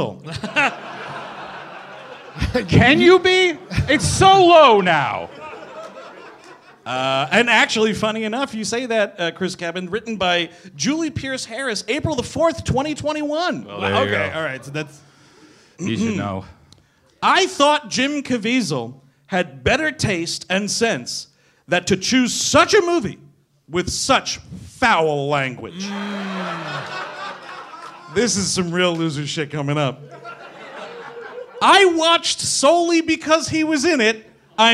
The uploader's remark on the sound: Live in Boston. Recorded live at Laugh Boston. In Boston, Massachusetts.